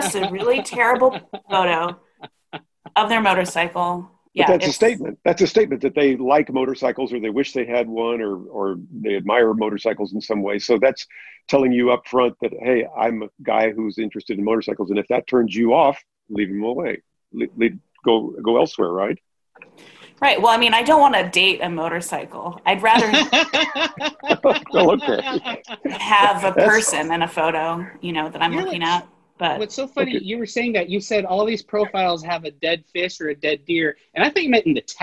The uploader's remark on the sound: Our First Full Panel Zoom Episode!